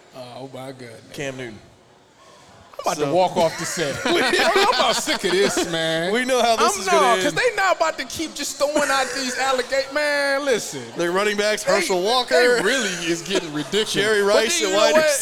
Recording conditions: busy venue